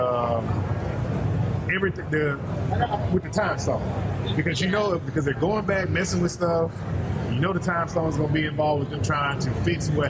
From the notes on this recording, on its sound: LIVE from Comicpalooza 2018